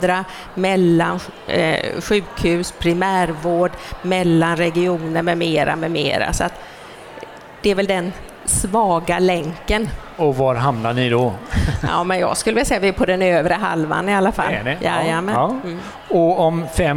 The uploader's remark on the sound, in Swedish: Detta är det första avsnittet av tre som spelades in live inför publik på Kvalitetsmässan 12-14 november i Göteborg. I början av detta avsnitt strulade tekniken något så ljudet byter karaktär efter cirka fem minuter.